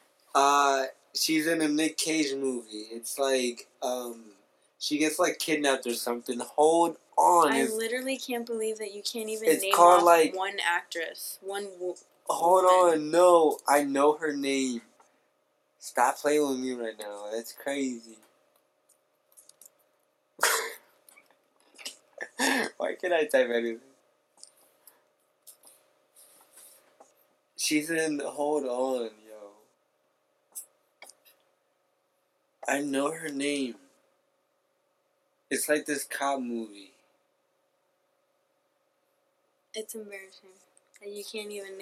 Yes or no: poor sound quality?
yes